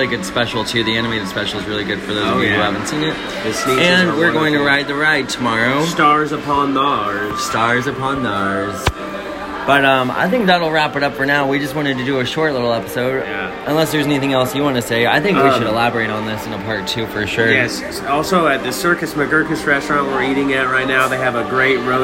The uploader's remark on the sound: we come to you live from Seuss Landing at universal studios Islands of Adventure